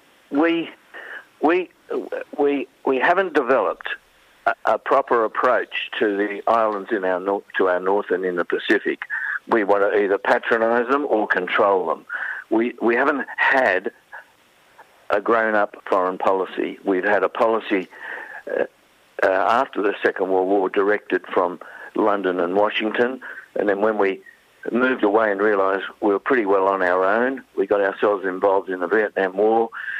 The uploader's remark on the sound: Phoned in to The Grapevine. Phoned in to The Grapevine.